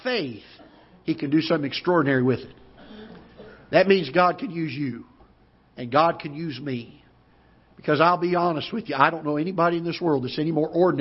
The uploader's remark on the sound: Ketha Heights Baptist Church ~ Live Broadcast